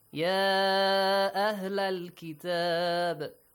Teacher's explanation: You could extend the sound of ya or skip it.